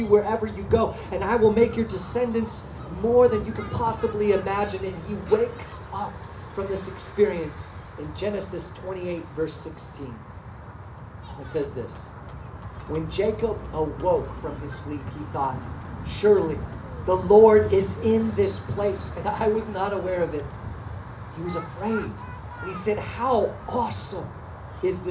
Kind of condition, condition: setting, outdoors